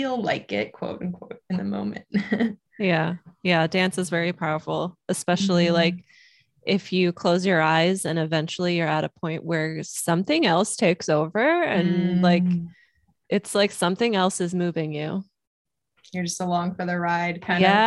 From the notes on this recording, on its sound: we were just flowing on this zoom call